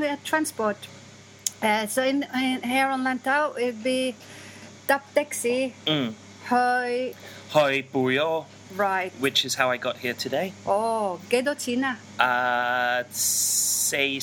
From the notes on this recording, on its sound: I normally arrange Sichuan dinners and lunches there, but this time it doubled as a recording studio for the best Cantonese news currently available on cassette! CantoNews 5 live from my roof.